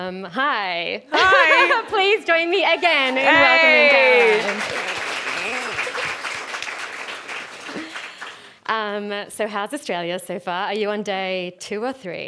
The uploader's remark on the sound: This event was recorded on Thursday 12 October 2023 at the Wheeler Centre as part of Spring Fling.